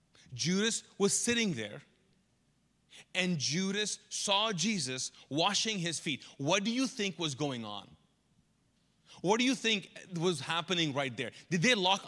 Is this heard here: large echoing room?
yes